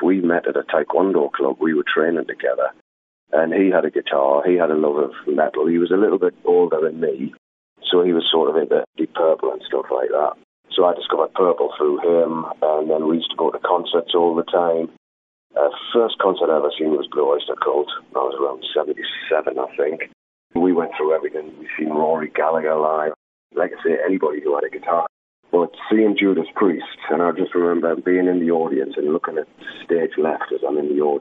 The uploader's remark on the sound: This interview was recorded by phone